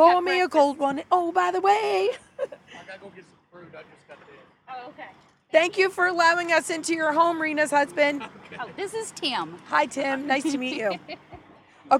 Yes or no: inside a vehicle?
yes